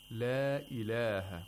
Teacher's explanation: He doesn't say, Huwallahu alladhi la ilaha. He says, La ilaha, with only two vowel counts · Term: Qasr of Maddul Munfasil